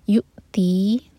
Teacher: تی دو حرکہ لمبا